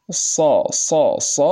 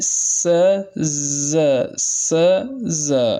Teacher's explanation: فإن مؤخر اللسان أقصى اللسان يرتفع في الصاد وينحدر في السين والزاي